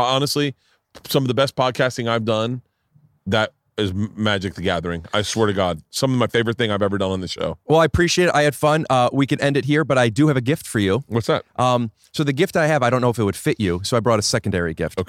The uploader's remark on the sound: Today I sit down outside